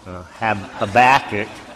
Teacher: If you want to be a little more Hebrewish, you would say Habakkuk. We will put the accent on the second syllable, Habakkuk, primarily.